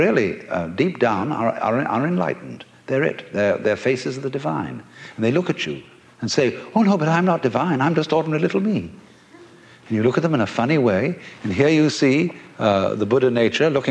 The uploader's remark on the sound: A remarkable public lecture. At the Avalon Ballroom (usually the scene of wild rock concerts) for a 'Zen-efit' put on by the San Fransisco Zen Center. 'big hall' recording. Fittingly opened by the dynamic resonance of chanting Buddhist monks, chimes, and gongs.